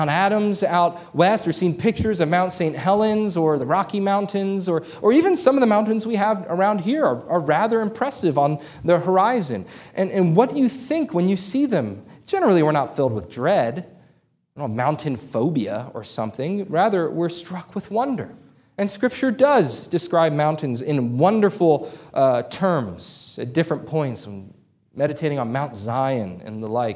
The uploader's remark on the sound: This sermon was preached on June 25, 2023 at Antioch Presbyterian Church, a mission work of Calvary Presbytery of the Presbyterian Church in America located in Woodruff, South Carolina.